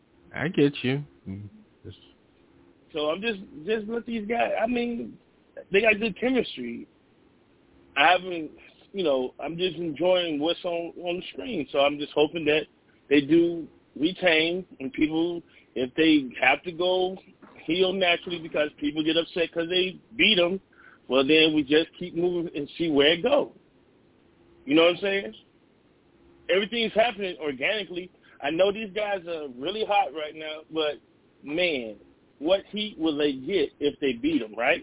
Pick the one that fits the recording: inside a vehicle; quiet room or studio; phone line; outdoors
phone line